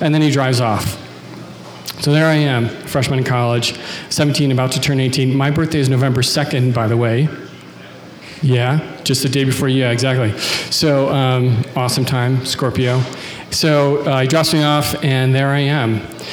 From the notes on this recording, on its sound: from a Raconteur event recorded at The Preservery on September 14th